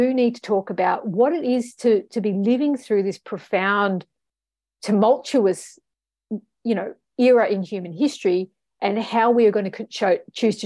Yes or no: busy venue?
no